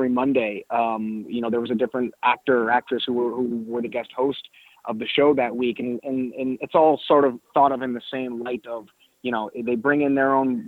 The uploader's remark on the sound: This is the full audio from the July 17, 2018 Impact Media Call.